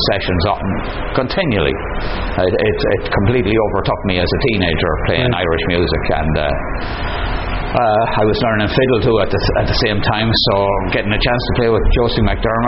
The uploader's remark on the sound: At Goderich Celtic Roots Festival.